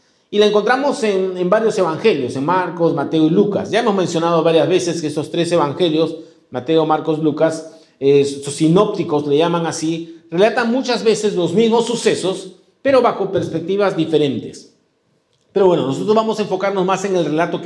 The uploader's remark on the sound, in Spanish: presentado en vivo el domingo 23 de octubre de 2022